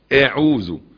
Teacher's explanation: اعوذ لا، اعوذ. وعو العين مضمومه والذال اللسان طالع عند الثنايا